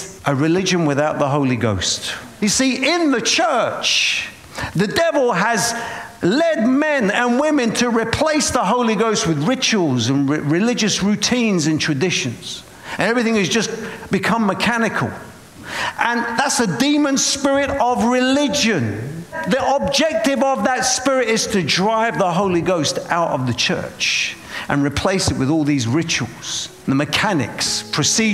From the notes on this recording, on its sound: preaching at a Church in Boston